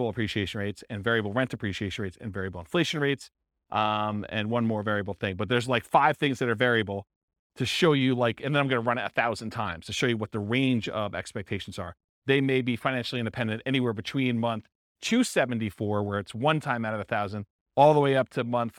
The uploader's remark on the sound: This was a live class recorded